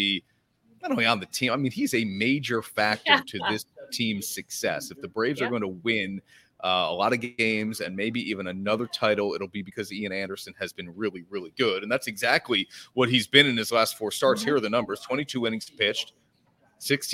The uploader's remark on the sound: LIVE from Kings Tavern in Saratoga Springs.